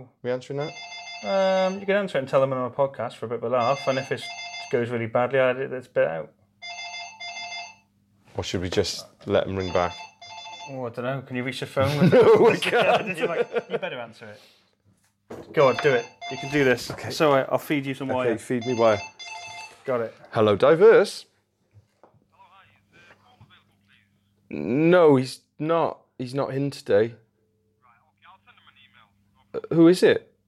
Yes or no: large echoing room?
no